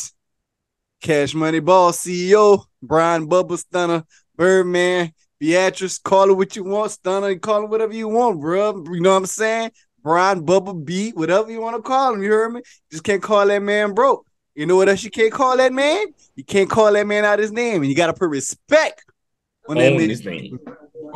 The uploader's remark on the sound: EVERYDAY PHONE CONVERSATION!